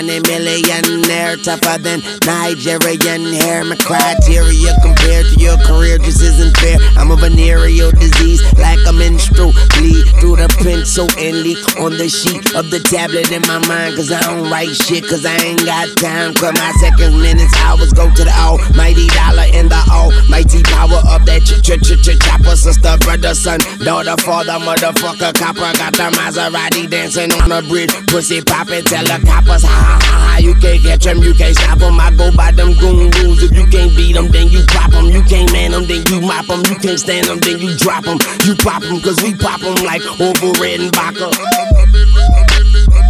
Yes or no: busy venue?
yes